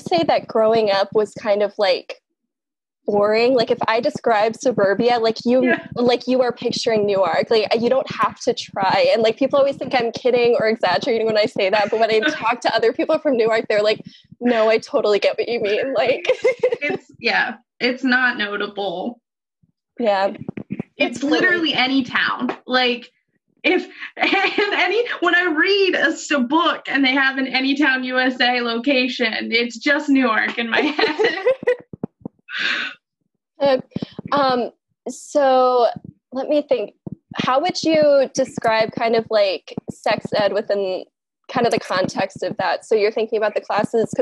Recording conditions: poor sound quality